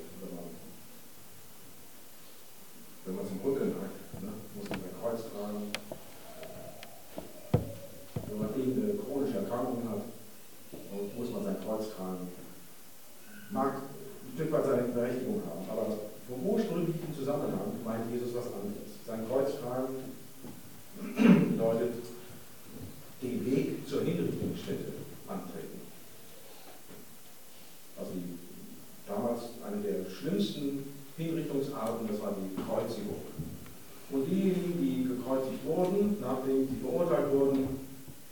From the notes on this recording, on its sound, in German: Tag 3 von 3 der Evangelisation 2019. Die Predigt liegt uns leider nur in schlechter Audioqualität vor. Ab Minute 25 wird es etwas besser.